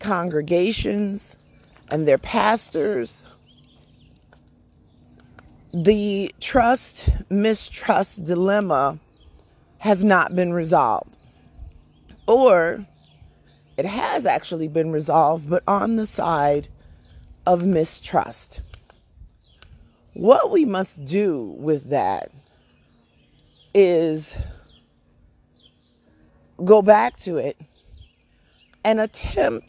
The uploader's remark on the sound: A short conversation and a few thoughts while walking my Dog